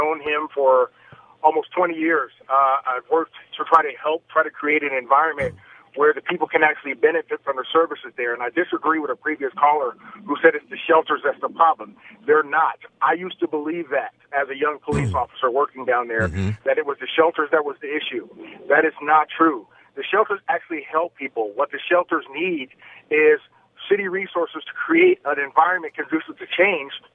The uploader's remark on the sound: We continue open phone Friday where listeners can call in on any topic they'd like.